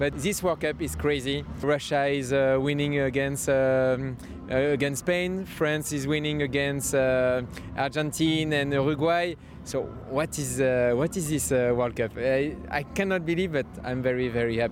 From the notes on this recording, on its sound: we hear the joy - and sorrow - from football fans in Moscow